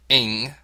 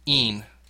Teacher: Pronounce the suffix ing with the G, so it sounds like ing rather than een · Shown in: first take